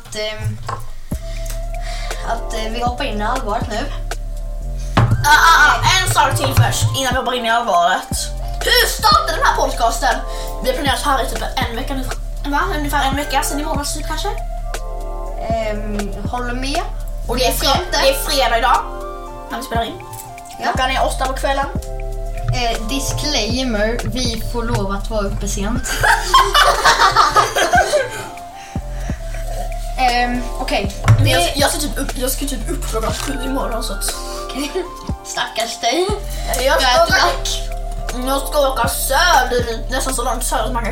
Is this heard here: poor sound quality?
yes